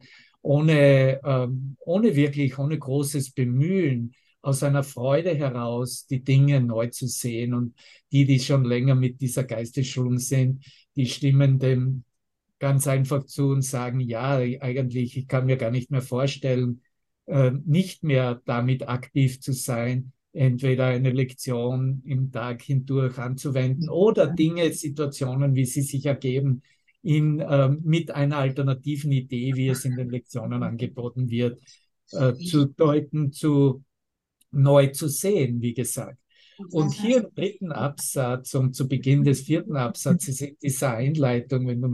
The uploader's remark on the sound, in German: Zoom-Session. Veranstaltet von der Aleph Akademie.